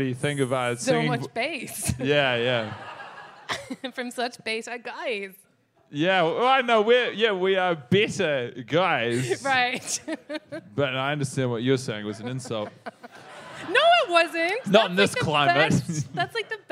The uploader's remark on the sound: NYC Live.